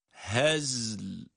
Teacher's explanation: Önce za cezimle okunuyor. Ara açılmadan yine lam cezimli olarak, yani sakin haliyle devamında okunuyor.